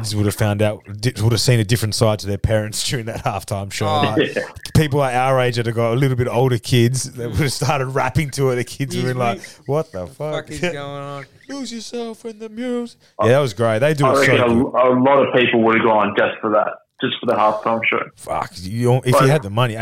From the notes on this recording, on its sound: phones in from quarantine